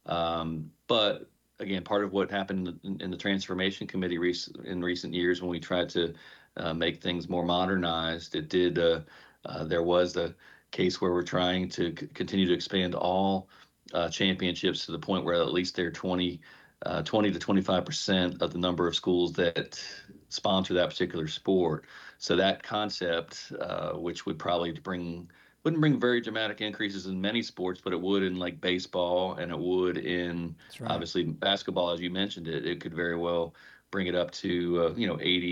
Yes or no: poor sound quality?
no